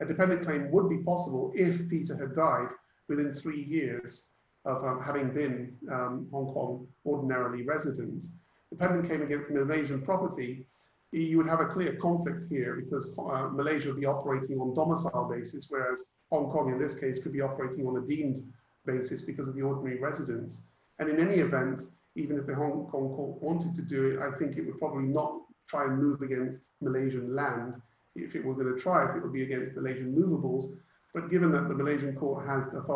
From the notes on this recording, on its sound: Virtual Round Table. Webinar audio recording dated 18 Aug 2020.